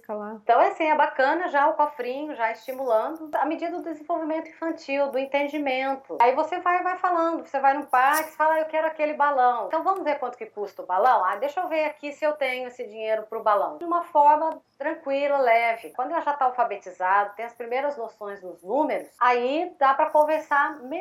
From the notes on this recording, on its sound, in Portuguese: um papo via Skype